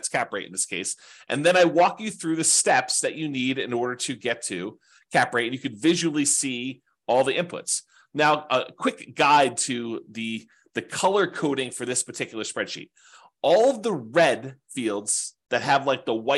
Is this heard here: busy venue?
no